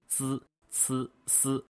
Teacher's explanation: 也叫舌尖前音，它是舌尖前端的位置发出来的一个声音